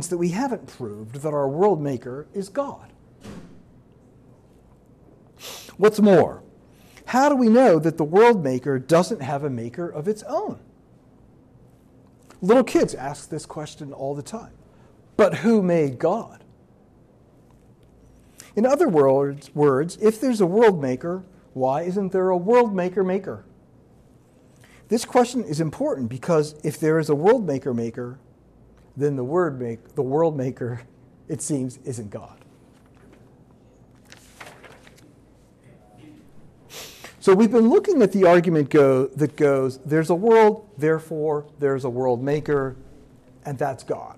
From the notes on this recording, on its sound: This lecture was given on September 11, 2023, at the University of Maryland